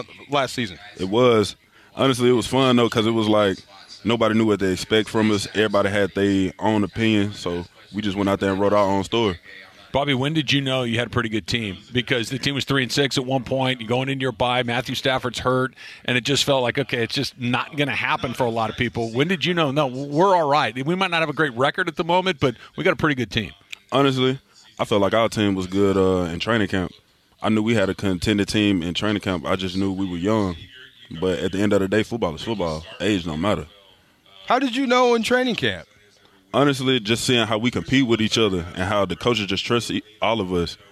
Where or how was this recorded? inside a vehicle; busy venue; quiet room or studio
busy venue